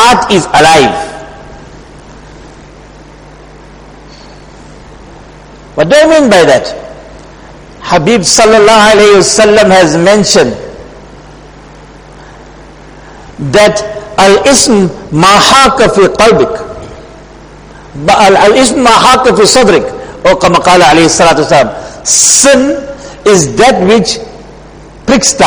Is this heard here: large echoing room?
yes